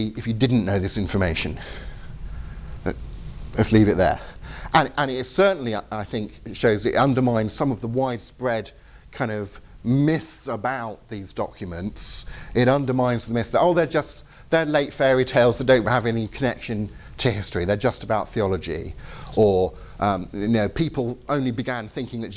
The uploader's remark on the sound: At Trondheim University. Talk with Q&A from Trondheim Universtiy's 'Skeptics Week', 8th March 2018.